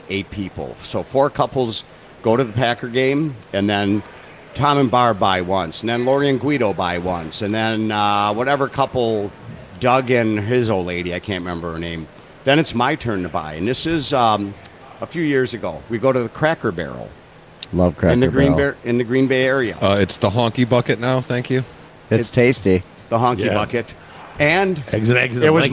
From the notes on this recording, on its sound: the owner of O'Briens Pub, Where they actually did the show live from.